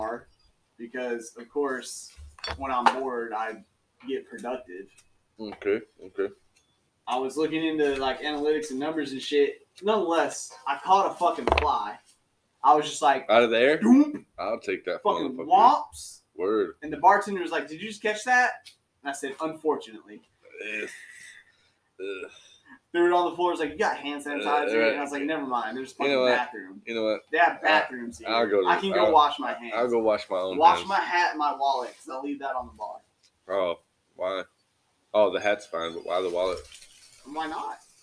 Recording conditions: poor sound quality